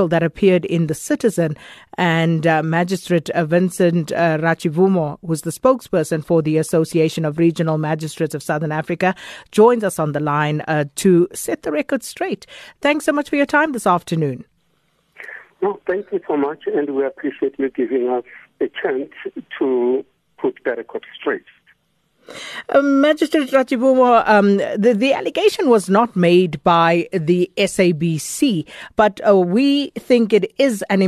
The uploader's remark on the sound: joins us on the line